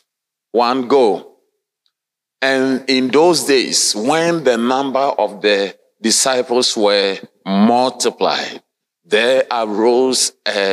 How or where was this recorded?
large echoing room